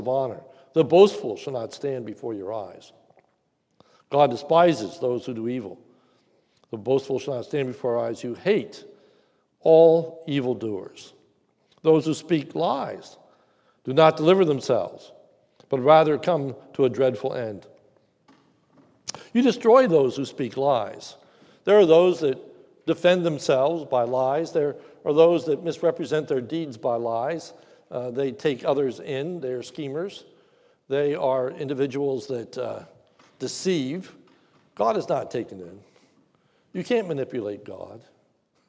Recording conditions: large echoing room